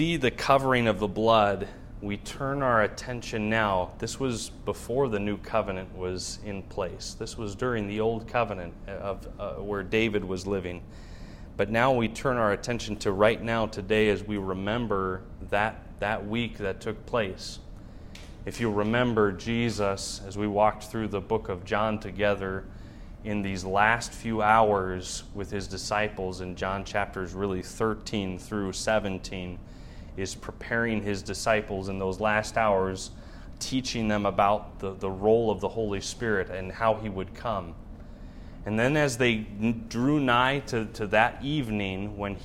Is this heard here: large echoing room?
yes